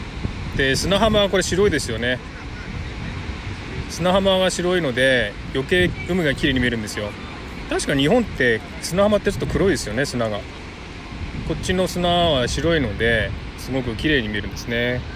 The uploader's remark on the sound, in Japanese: LIVE #001【初ライブ】 from Bondi beach。雨の降りそうなシドニー ボンダイビーチから、初ライブ。